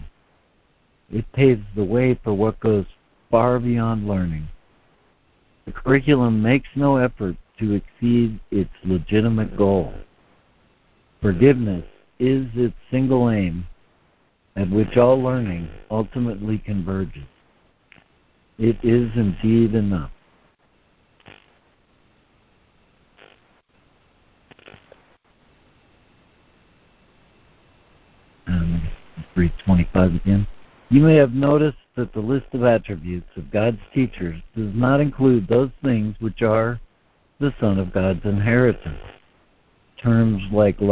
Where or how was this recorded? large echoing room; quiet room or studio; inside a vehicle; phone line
phone line